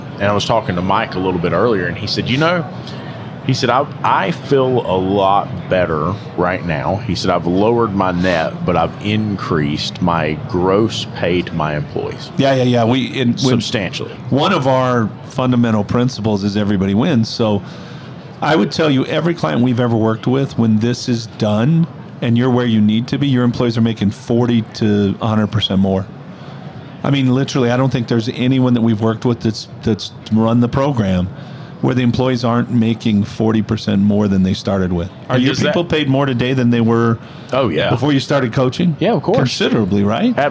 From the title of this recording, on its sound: Live at AAPEX 2022